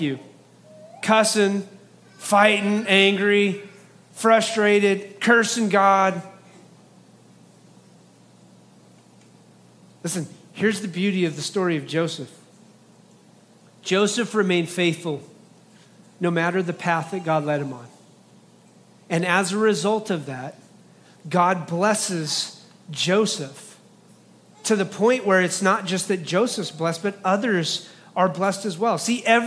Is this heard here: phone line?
no